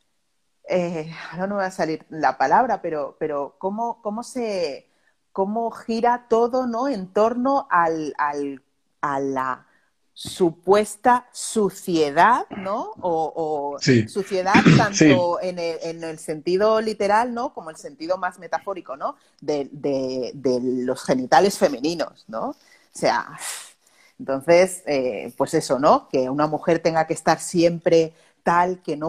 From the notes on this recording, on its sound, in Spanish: Este episodio es la grabación de un directo en Instagram